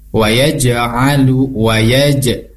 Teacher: Yaj ini ada qalqalah. Artinya cara membacanya dipantulkan.